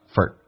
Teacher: for 不被强调会弱化成 f 加个 a 这个发音叫 for。 yourself 一般说成 ye 加个儿化音 yourself foryourself。 Do something nice foryourself， take a